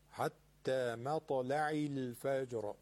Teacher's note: حرف ط قلقله داره و جیم هم که قلقله